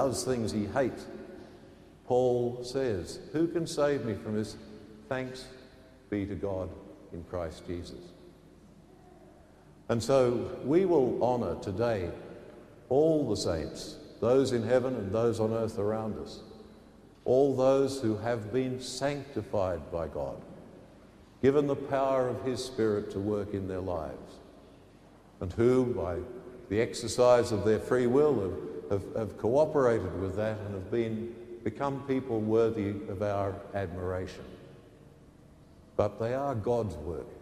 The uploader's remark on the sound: The homily from Sacred Heart Cathedral, Hamilton